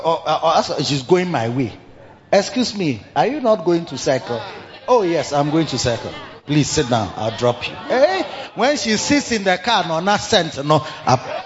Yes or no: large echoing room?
yes